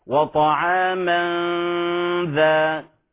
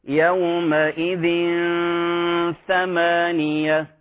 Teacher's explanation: لاحظوا غن حركتين ثم بعد ذلك أنتقل مباشرة إلى الحرف التالي. هذا الذي قلناه أنه حالة وسط ما بين الإظهار وما بين الإدغام. · Term: الإخفاء